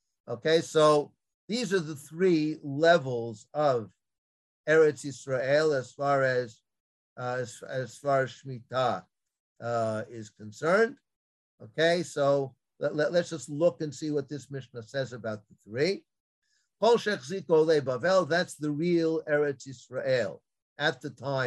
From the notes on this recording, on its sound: This audio was originally captured from Zoom.